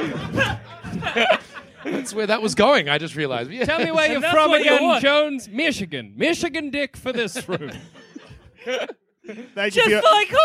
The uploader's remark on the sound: Recorded from Melbourne Fringe in 2017